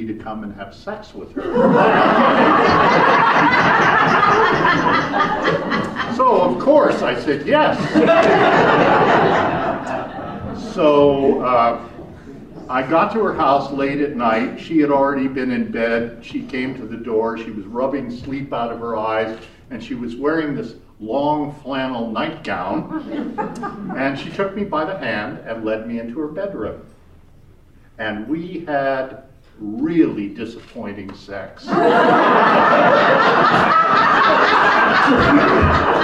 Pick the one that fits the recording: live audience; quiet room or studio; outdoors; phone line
live audience